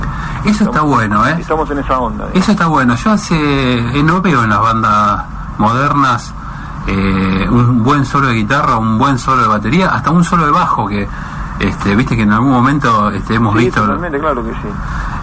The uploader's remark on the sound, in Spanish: Nota telefónica